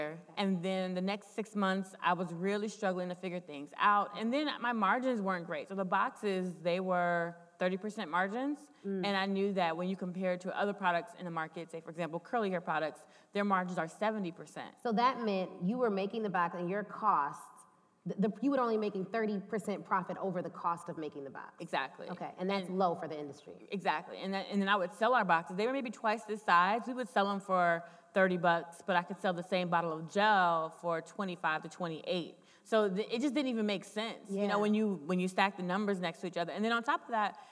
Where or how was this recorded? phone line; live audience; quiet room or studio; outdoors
live audience